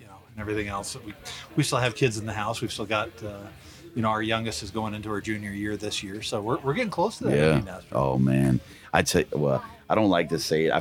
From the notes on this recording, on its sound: Live from Mountain Archery Fest